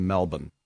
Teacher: we know that with Melbourne, you never pronounce the R